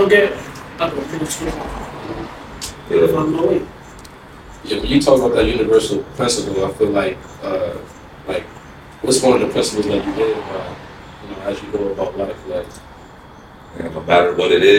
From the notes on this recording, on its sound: Amazing outside experience with some special guests Audio slightly off bear with us